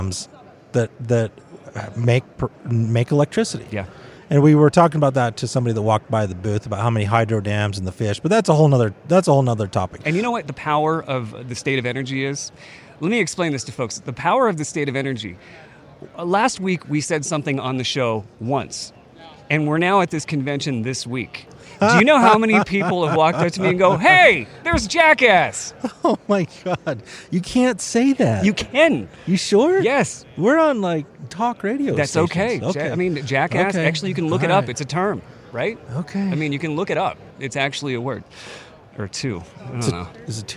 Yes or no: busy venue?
yes